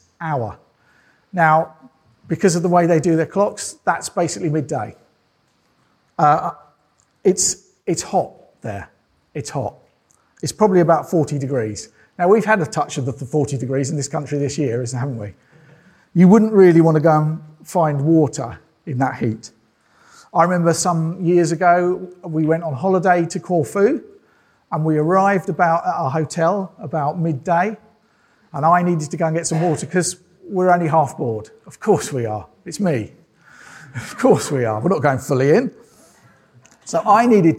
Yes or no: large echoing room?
yes